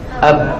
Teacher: Kemudian ba dengan bi itbaqi syafatain, dengan menempelkan kedua bibir.